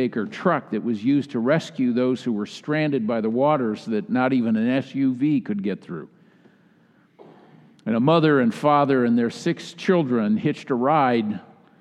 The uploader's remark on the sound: Message delivered during the Traditional Worship service.